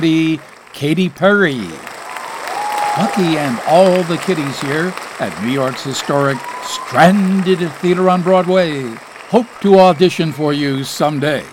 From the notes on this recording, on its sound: Live from the Stranded Theater in New York City.